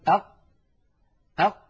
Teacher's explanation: ينقفل مخرجها انقفالا تاما، فهي حرف مجهور ليست من حروف الهمس، وهي حرف شديد لأنها من حروف أجد قطن بكت أجد قطن. · Term: القاف